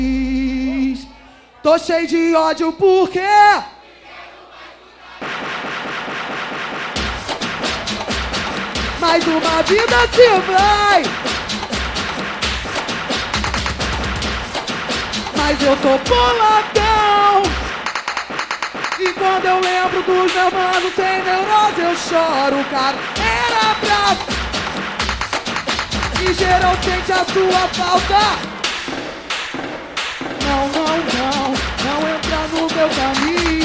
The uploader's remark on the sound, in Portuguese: Ao Vivo Roda De Funk